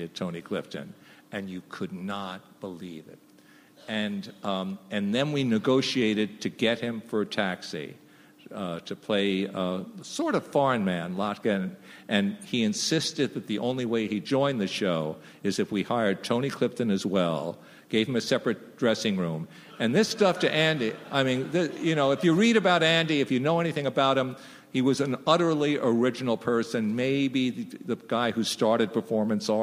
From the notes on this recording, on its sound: Recorded June 6, 2015 at ATX. From ATX Television Festival.